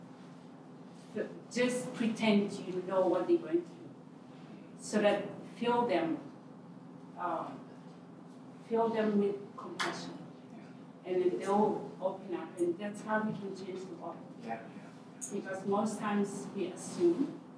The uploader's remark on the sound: This session was recorded at Our City Toronto 2023.